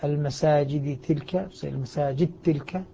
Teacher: فهذه الحروف العشرة تدغم فيها الدال إدغاما كبيرا، مثل قوله تعالى: المساجد تلك، المساجد تلك، إدغمنا الدال في التاء